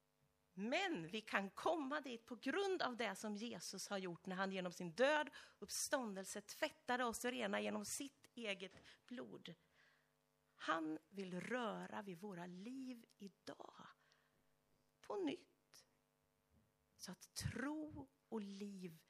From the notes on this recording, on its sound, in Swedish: Inspelad under gudstjänst i Löfstadkyrkan i Tranås. Vi beklagar att inledningen av predikan föll bort.